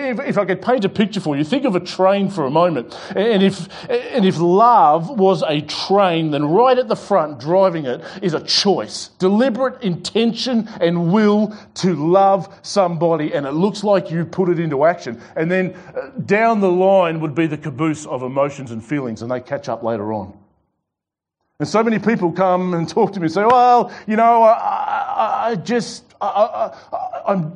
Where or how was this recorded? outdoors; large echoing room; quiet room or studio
large echoing room